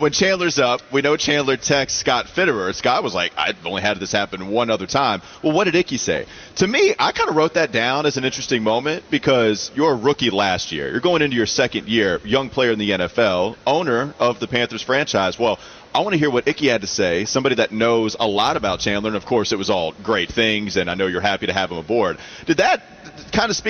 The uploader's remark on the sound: Get off the bus live from Panthers training camp.